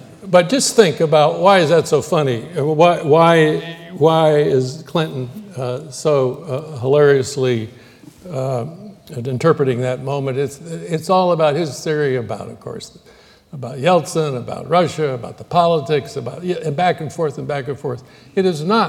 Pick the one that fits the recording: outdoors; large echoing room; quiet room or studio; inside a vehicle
large echoing room